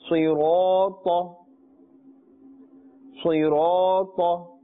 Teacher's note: sad and ta are both part of the huruf musta'aliyah, and therefore they are recited with a full mouth.